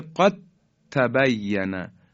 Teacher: دال از بین میره و حرف تا مشدد بیان میشه · Term: ادغام